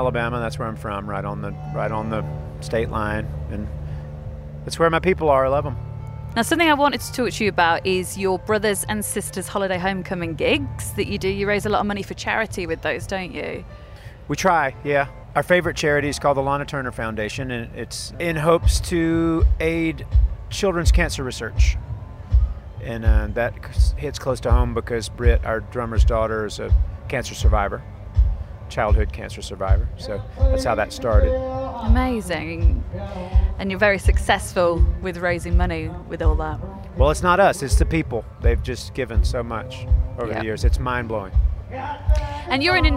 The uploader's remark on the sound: Backstage at The Long Road Festival at Stanford Hall, Leicestershire. The Long Road Festival 2023.